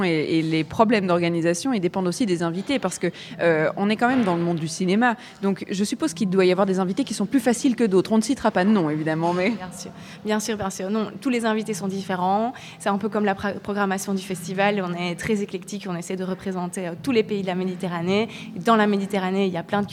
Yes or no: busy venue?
yes